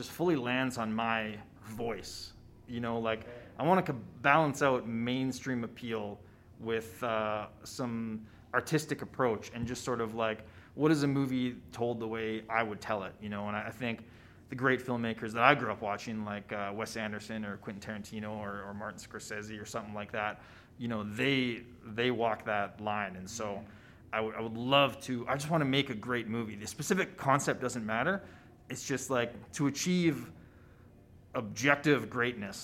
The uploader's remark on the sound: Live at the 22nd annual Calgary International Film Festival. On premiere night. At this iconic event.